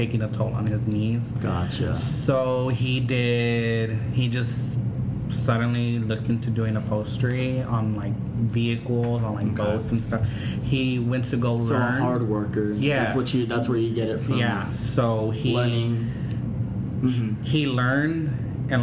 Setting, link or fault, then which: setting, busy venue